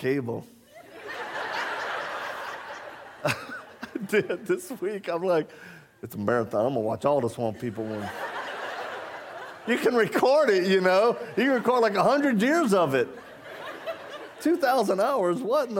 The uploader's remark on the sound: shared with the congregation at Calvary Chapel in Murrieta, California